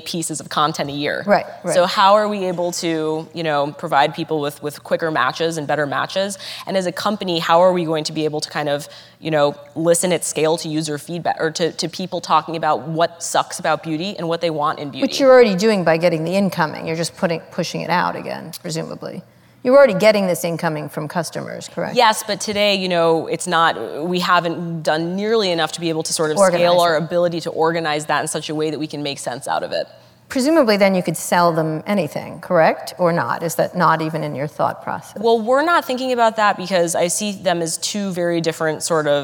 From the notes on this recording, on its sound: In this live interview from the 92nd Street Y in New York City